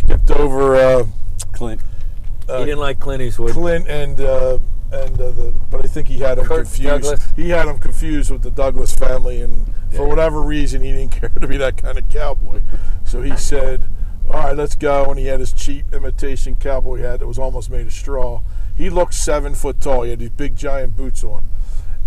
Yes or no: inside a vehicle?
yes